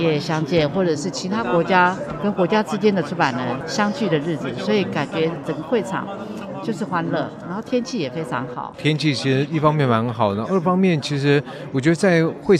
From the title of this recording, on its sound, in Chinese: 世貿中心現場報導